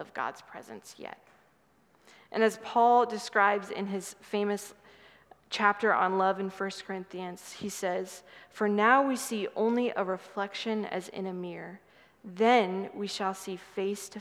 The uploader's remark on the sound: Sermon from 6/11/23 preached at Good Shepherd Oak Cliff